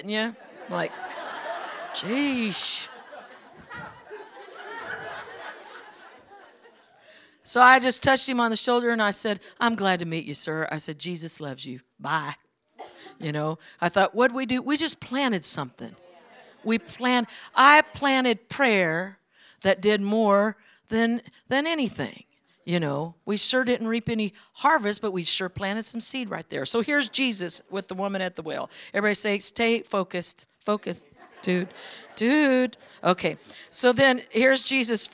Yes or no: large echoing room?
yes